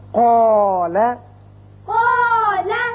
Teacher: قاف حروف مستعلیہ میں سے ہے، پر پڑا جاتا ہے۔ اب اس کو ہم جب پڑھیں گے قال، قال، اگر ہم پڑھیں قالا تو یہ غلط ہوگا۔